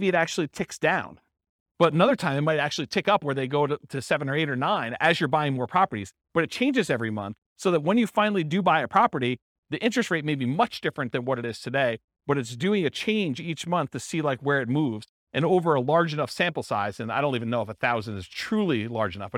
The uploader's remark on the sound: This was a live class recorded